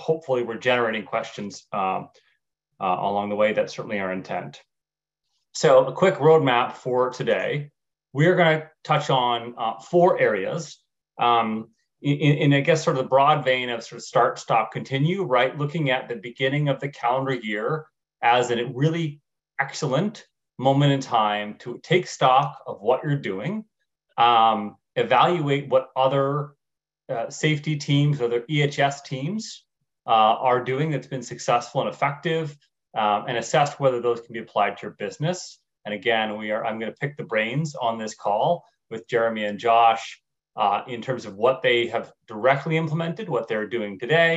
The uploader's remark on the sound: You are listening to audio from a webinar in the Safety+Health Webinar Series presented on Jan.